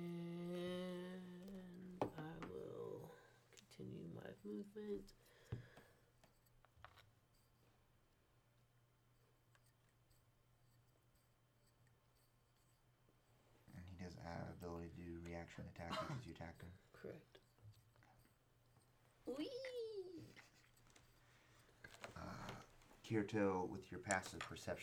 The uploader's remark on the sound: Our software had an error and this episode wasn&#8217;t recording correctly. Our software had an error and this episode wasn’t recording correctly. This is what we could get from the corrupt files.